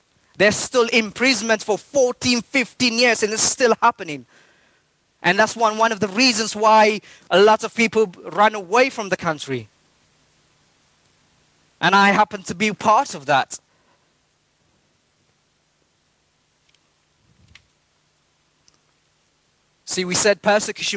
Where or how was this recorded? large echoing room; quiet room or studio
large echoing room